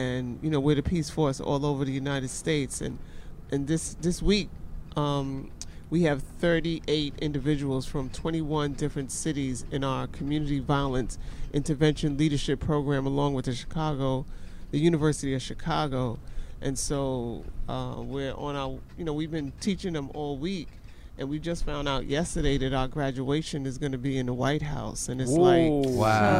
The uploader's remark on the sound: Live from the Peacemobile. Joins the program live from her Peace Mobile!